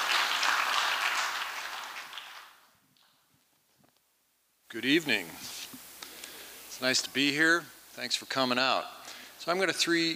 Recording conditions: large echoing room